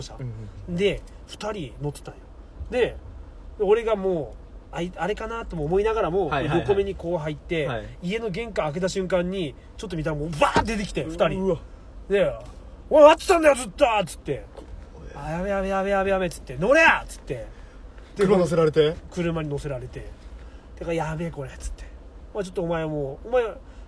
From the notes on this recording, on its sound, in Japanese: いつもの営業車の中で無駄話。